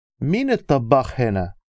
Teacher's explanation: Ta is one of the ones that takes over the sound of the l in il.